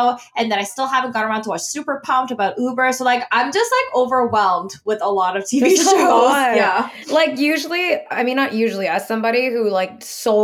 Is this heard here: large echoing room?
no